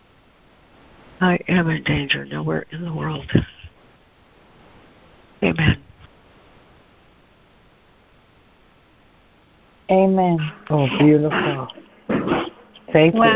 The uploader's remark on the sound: ACIM Daily Conference Call